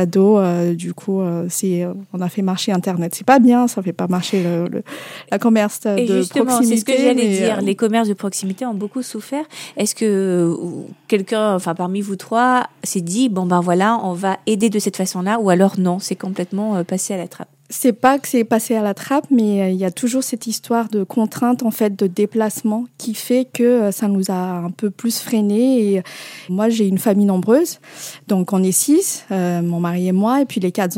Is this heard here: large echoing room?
no